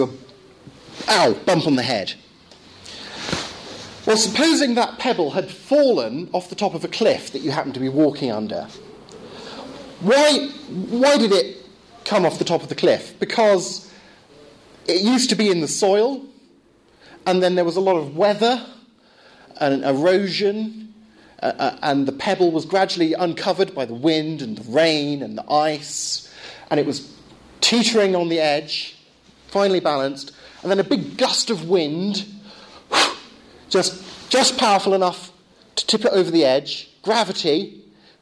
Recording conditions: live audience